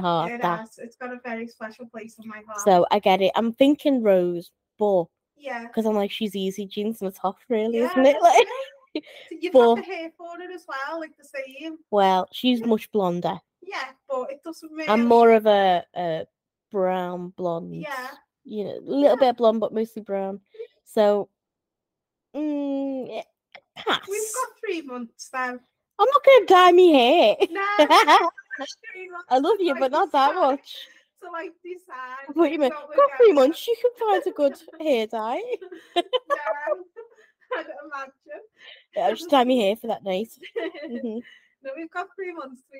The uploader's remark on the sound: There was an issue with one of our mics during the record of this episode which resulted in less-than-ideal audio. Apologies for the subpar audio in these few episodes, we promise we have since fixed it.